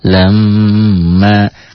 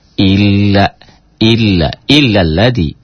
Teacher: Jadi gunnah ditahan, ditahan berarti ada panjangnya 1-1 alif setengah atau kalau diharokatkan 2-3 harokat. Kemudian dengung ke hidung, itulah ciri khas dari gunnah, ya, dengung. · Shown in: first take